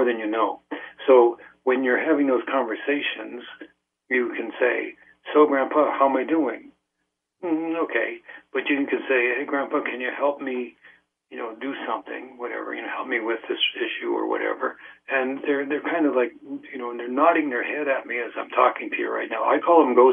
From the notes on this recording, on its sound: field phone calls from listeners